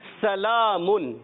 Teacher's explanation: اس میں سیٹی کے ساتھ سین کو ادا کرنا ہے۔ سین جو ہے صوت سے نہ بدل جائے، سلام، یعنی موٹا نہ ہو، باریک ادا کریں گے، سلام، سلام۔